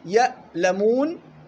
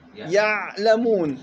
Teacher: وأطول منها حروف التوسط لن عمر، فهناك فرق في زمن نطق حرف الهمزة والعين في يألمون ويعلمون